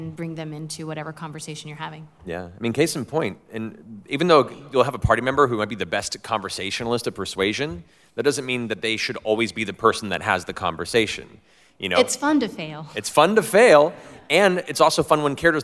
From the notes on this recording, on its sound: 2019 San Diego Comic Con Panel. Featuring a live table read of the first few pages of Vox Machina: Origins II #2 and a Q&A.